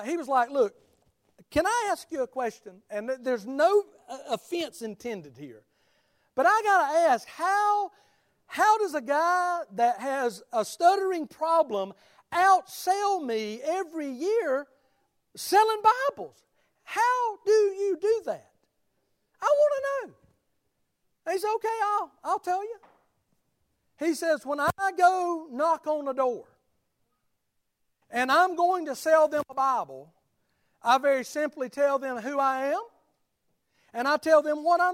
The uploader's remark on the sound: Sermon of the Sunday morning service at Liberty Baptist Church.